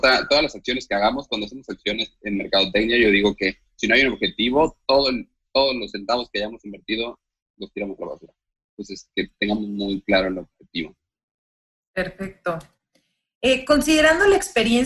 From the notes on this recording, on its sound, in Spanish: La calidad del audio no será la misma a la que estamos acostumbrados.